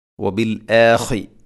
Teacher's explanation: ഖാഇൻ്റെ മഖ്റജ് തൊണ്ടയുടെ മുകൾ ഭാഗമാണ്